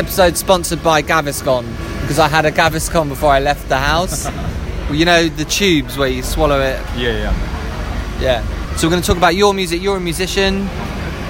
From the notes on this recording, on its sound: Join us on location at Corazon restaurant in London for what are rumoured to be the best tacos in town..